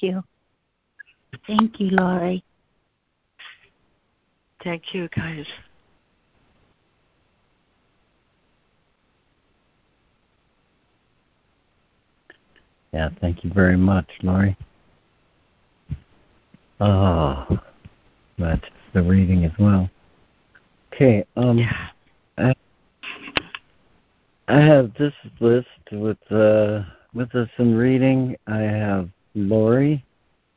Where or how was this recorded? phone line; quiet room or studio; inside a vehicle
phone line